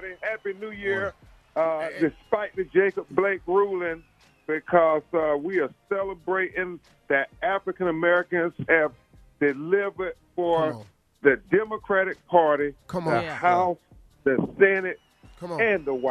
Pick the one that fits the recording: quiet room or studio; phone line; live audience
phone line